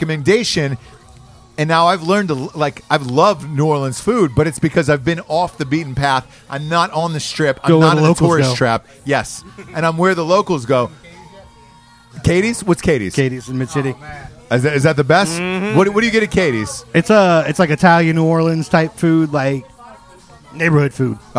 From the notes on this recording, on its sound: Live From Hurricane Barry! Live from the hurricane that almost was, Hurricane Barry. We're live from the dive bar 22nd Street Lounge.